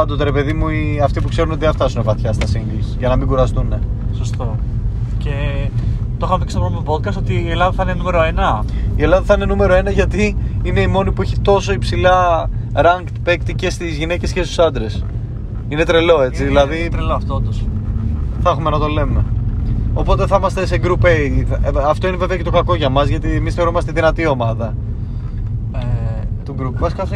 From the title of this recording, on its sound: Car edition